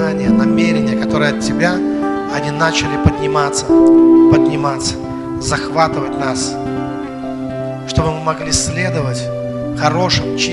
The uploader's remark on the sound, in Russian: Запись со служения церкви Дом Божий. Великие Луки.